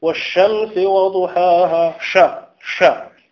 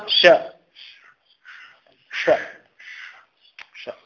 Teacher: ضروري من تفشي أو انتشار الهواء في الفم عند النطق بالشين · Shown in: first take